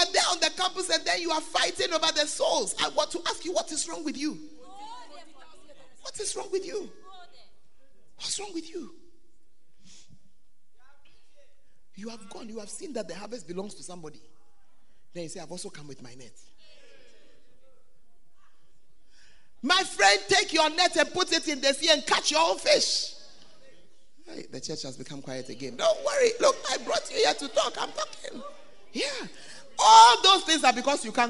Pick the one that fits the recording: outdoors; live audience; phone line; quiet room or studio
live audience